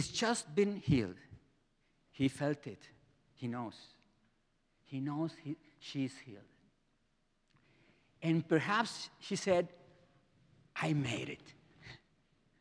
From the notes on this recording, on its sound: presented by Asbury Seminary Kentucky Chapel, recorded on Thursday, October 12, 2023 at Asbury Theological Seminary's Kentucky campus